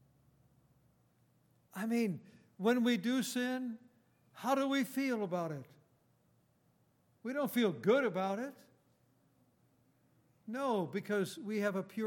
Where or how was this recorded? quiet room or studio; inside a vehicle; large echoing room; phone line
large echoing room